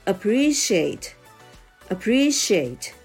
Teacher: ストレスは、えー、真ん中のアプリアプリのところのリーにきます · IPA: /əˈpriːʃieɪt/